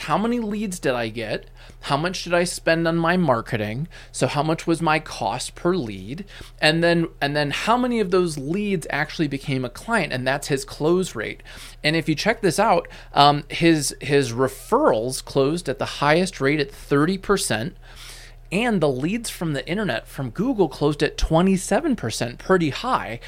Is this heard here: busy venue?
no